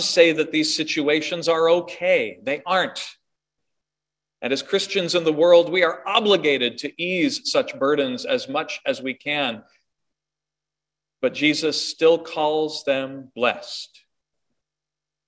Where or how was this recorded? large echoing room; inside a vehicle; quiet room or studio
large echoing room